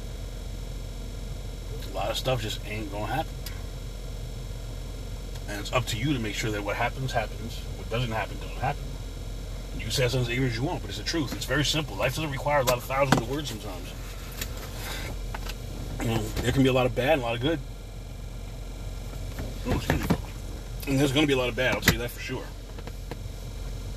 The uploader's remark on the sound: CarCast